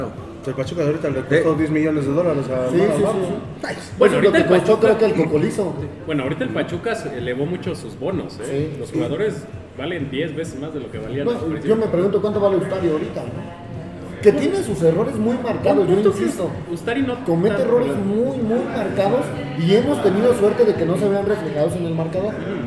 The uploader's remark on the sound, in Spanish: en vivo desde el club de Tobi en la ciudad de Pachuca